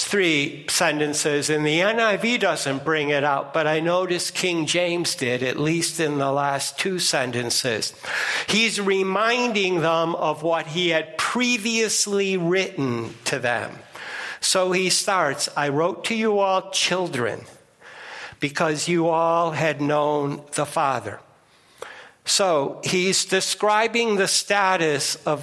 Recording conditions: large echoing room